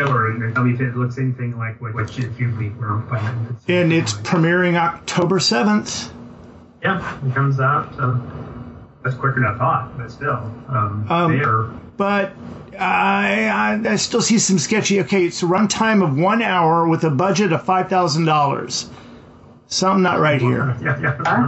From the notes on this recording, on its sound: we had some technical problems during the recording, so the sound is not to our high standard